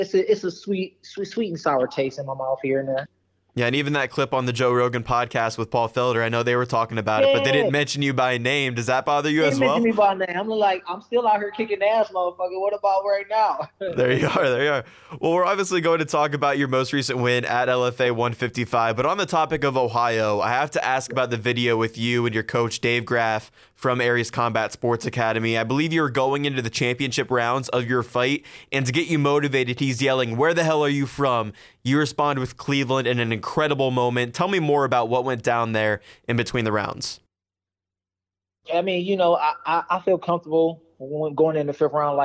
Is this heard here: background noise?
no